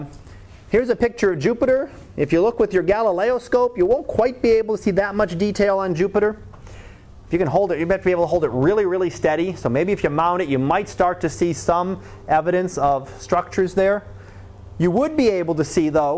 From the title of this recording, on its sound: Live Class Lecture